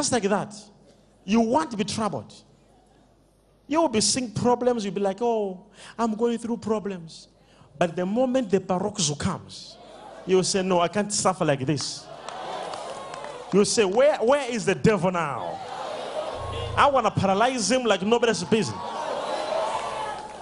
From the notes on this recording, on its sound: LIVE DIPLOMATIC SERVICE. ECG CHURCH.